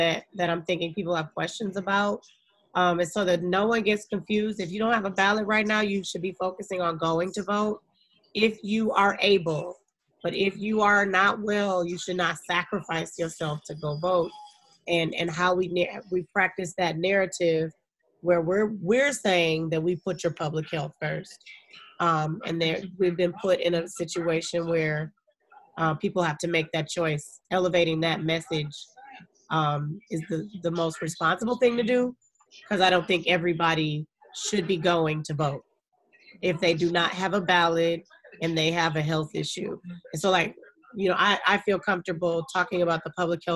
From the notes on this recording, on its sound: host a zoom on facebook live